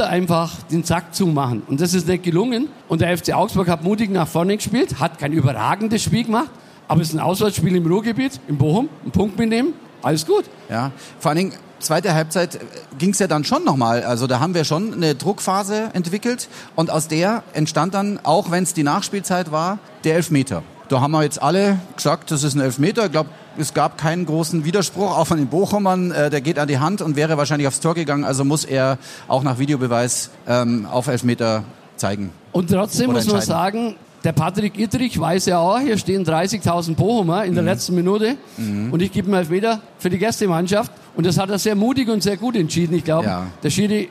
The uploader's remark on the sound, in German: Live von der Afa in Augsburg.